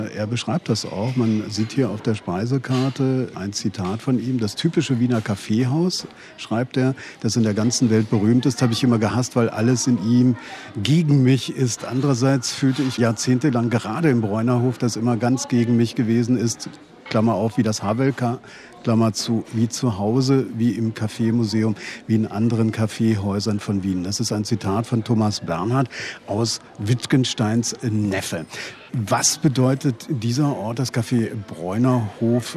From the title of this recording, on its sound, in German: In Thomas Bernhards Wiener Stammcafé